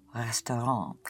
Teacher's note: Yes, you don't sound the T. So again, the consonant at the end of a word in French is not sounded unless it is followed by an E.